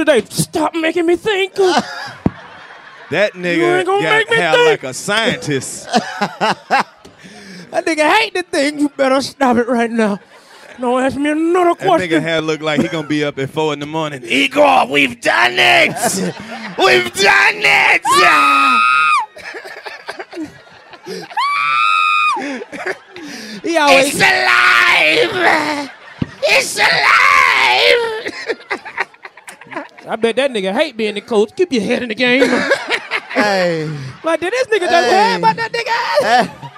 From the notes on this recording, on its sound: In the second live 85 South Show from The D